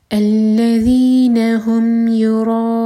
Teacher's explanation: یراؤون او مد بدل ہے اور حمزہ پر کٹ آف ساؤنڈ کے ساتھ پڑھیں گے. نون کو ساکن کر کے رکیں گے تو مد عارض لسکون ہوگا، تو چار حلقہ کھینچ کر رکیں گے